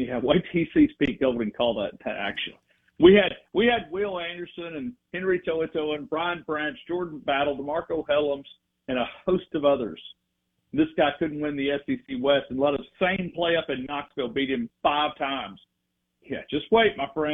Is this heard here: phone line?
yes